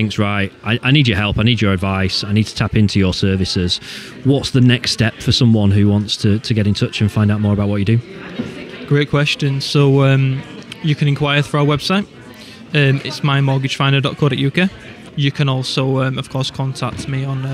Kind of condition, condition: setting, busy venue